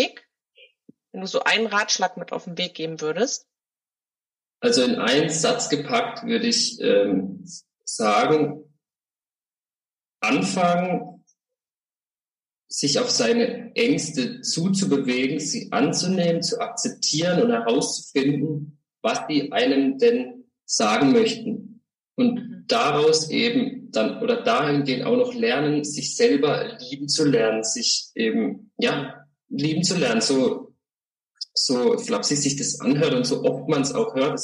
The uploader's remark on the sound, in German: Bitte entschuldige die minderqualitative Audioqualität, wir hatten technische Herausforderungen.